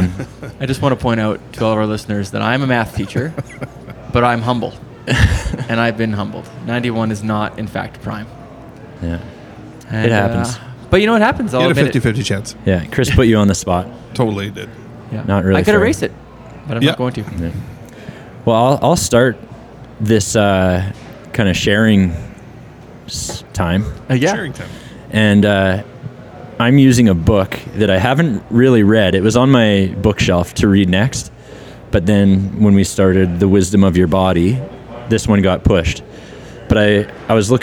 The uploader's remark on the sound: This episode was recorded in the company of friends, at the Craft Beer Commonwealth in Red Deer, Alberta.